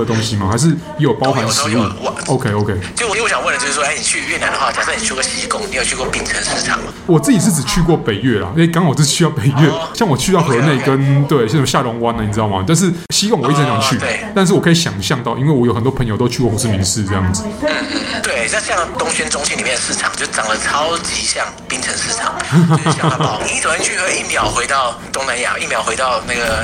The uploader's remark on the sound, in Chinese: 本集白噪音指數：蚊風級 1/5。在雲卷雲舒 La Nubes 精品咖啡。